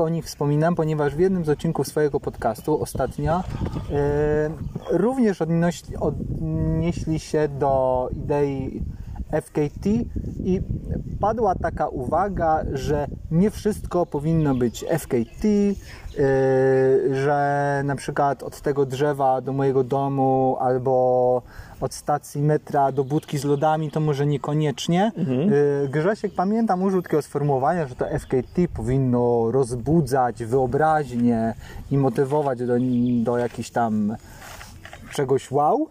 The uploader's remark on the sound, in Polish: Live z Dziewiczej Góry.